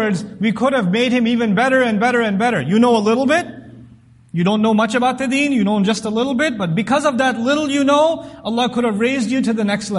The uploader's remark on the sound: This Khutbah was recorded at the Islamic Center of Irving